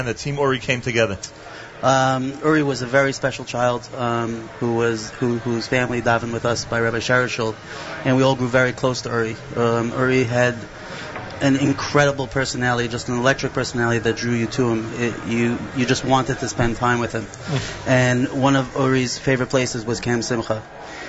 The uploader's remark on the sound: Live Remote Alert! Broadcasts Live from Bike4Chai.